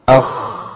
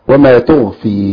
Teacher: الهمس في الخاء والجهر في الغين. عدم الجري النفس في الغين.